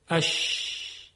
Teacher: در تلفظ شین هوا و صوت روی سطح زبان منتشر میشه · Term: صفت تفشی